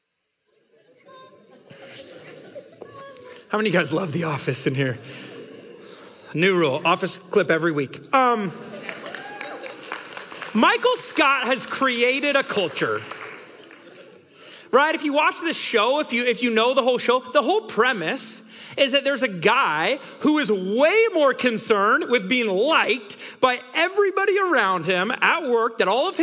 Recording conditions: live audience